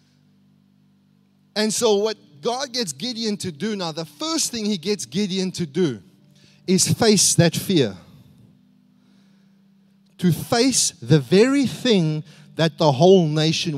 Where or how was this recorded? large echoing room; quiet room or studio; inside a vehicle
large echoing room